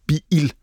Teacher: For dem, der ikke helt er klar over, hvad stød er, så er det altså det, vi har i midten, hvis jeg siger et ord som bil.